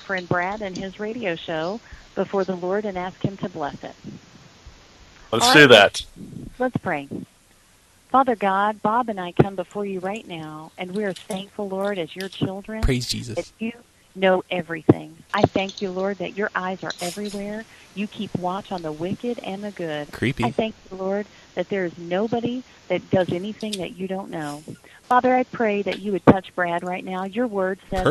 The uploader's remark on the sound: …'s Personal Prank Phone Calls Collection.